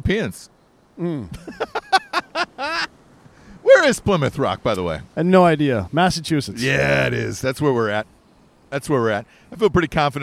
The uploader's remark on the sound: Live From Plymouth Rock! Live from where the Pilgrims landed for a weird impromptu Thanksgiving show.